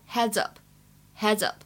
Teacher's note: 开头位置的 heads 和 up 可以连读，就会变成 headsup